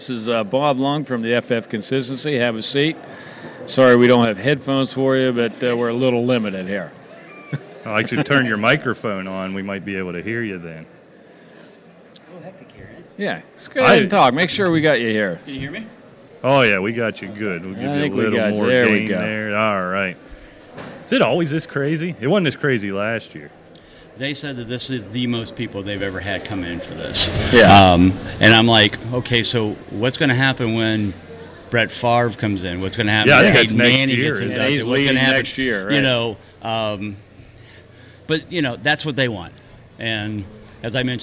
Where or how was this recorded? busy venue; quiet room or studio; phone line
busy venue